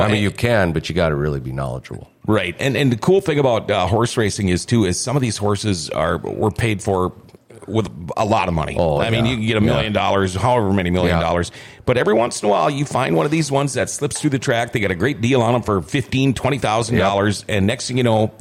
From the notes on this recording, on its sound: Rumors Sports Bar & Casino's big Kentucky Derby Party. Grandforksnd.